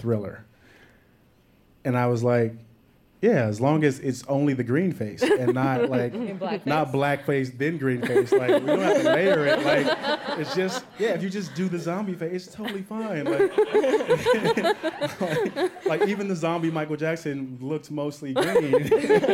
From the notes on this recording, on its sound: Live in New York. We did it live, onstage at WNYC's The Greene Space in New York.